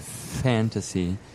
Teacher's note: That would be labiodental. Right, labiodental. So you actually feel the your top teeth resting on your bottom lip